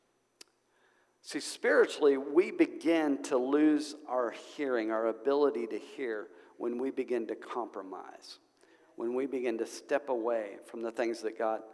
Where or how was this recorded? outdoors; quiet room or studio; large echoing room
large echoing room